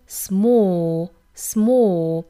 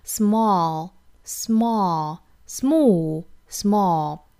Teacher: 英音的发法呢，嘴型比较紧张的一个 O, small,small,美音的话呢嘴型稍微的松开一点啊，这个比较自然的这个上下开口度